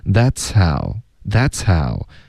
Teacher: 这个 H 的音有一点被前面的呲的音盖住了，不太能听出来，可是还在